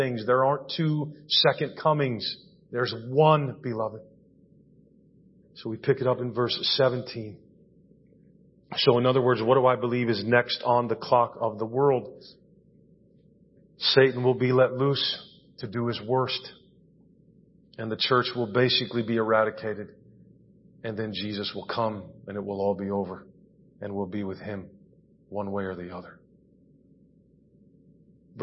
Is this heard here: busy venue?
no